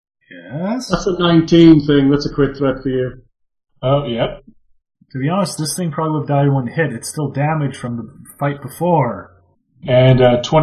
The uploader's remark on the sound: Apologies for any technical issues heard in this episode. We are having some problems with our local Comcast service being at capacity in the neighborhood.